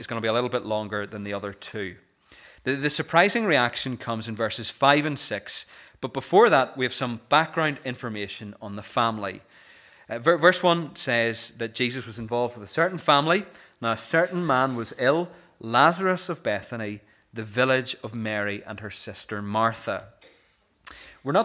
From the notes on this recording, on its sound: This is the recording of the Bible reading and sermon from our morning service on Sunday 21st January 2024.